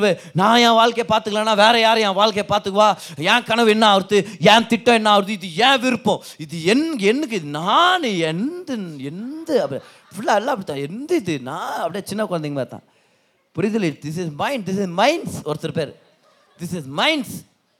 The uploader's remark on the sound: Singles Meet-Feb 2023. Preached in the Special Singles Meet.